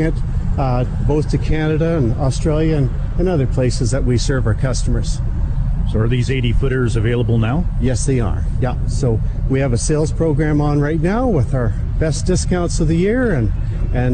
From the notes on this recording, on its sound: Live from Ag in Motion